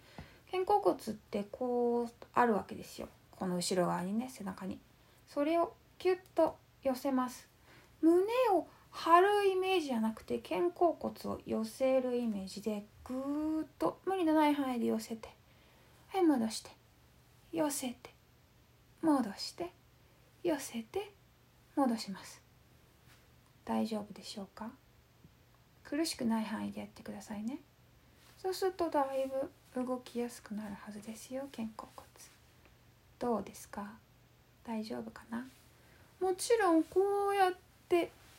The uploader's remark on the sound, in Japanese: インスタライブの録音です。